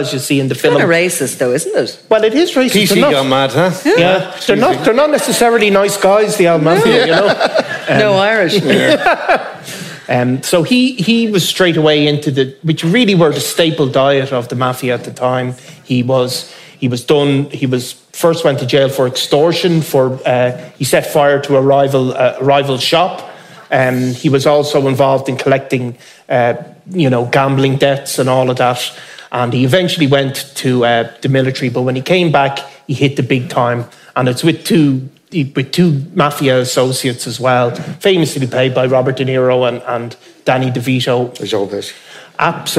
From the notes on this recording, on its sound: Crime World Live. Before a live audience.